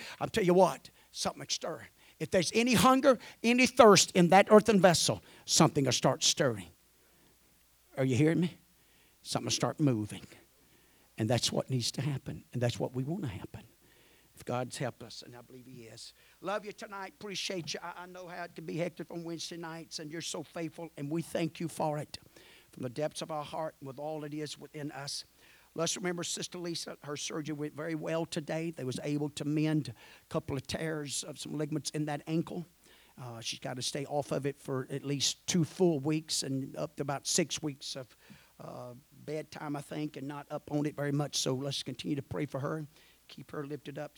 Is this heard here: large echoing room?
yes